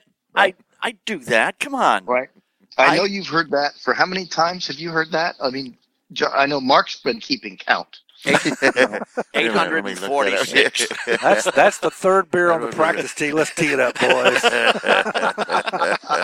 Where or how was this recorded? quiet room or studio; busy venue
busy venue